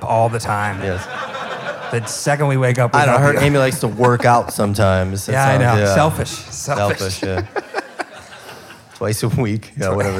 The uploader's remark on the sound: Chicago-based indie festival Tomorrow Never Knows asked us to curate a live taping as part of their January 2019 lineup. For an exclusive conversation and acoustic performance. Who braved the winter chill to pack out Sleeping Village! It was recorded at Sleeping Village in Chicago.